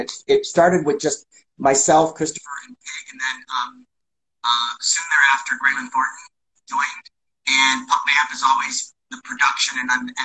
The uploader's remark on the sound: Recorded on 27 August 2022 on Instagram Live